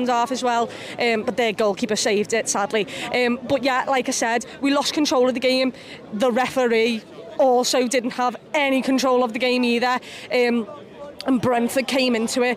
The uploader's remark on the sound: Outside Anfield with her match reaction.